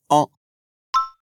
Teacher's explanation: É como se fosse um A com um tio, nosso an do português, mas não é exatamente a mesma coisa, porque a boca fica mais aberta